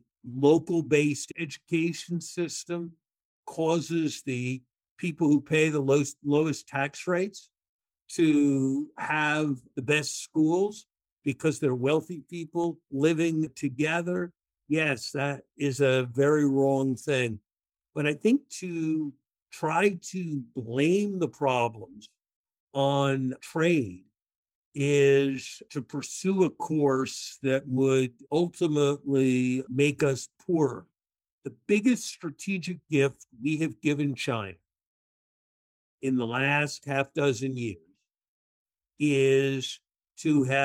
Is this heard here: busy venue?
no